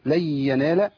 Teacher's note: ادغام النون الساكنه في الياء